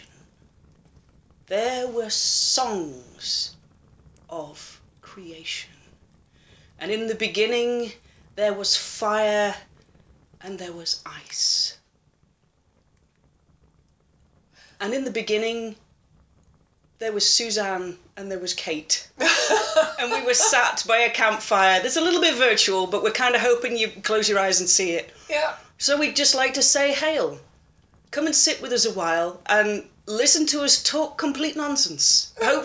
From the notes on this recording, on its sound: Background campfire ambience assembled using samples and mixing tool. If you’ve listened to any later episodes you’ll notice the campfire ambience sound effect is louder in this one.